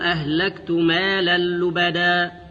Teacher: التنوين في مالا لبدا أدغم في اللام بلا غنة